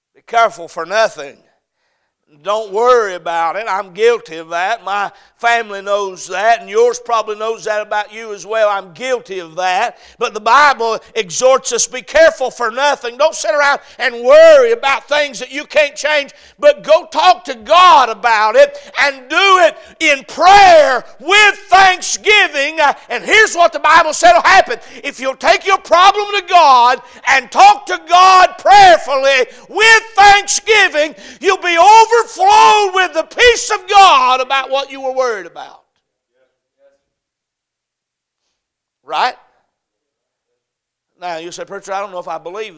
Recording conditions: large echoing room